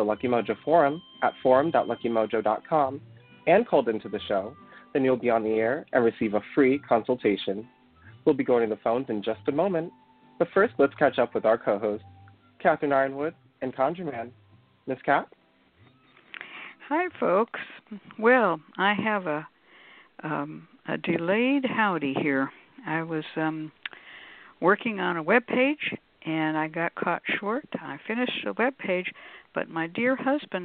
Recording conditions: phone line